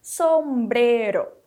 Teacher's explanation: Repare que não vamos falar som nasal, mas som, onde a vibração ele está no um, no M e não no O. O nosso E ele continua o mesmo, ficando bre.